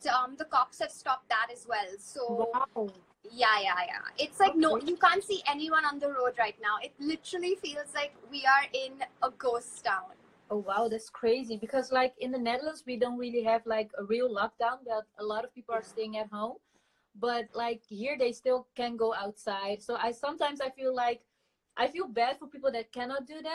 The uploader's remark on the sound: Instagram Live